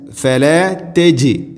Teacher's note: ജീമിനെ കേൾക്കണം, കലക്കല ചെയ്യണം.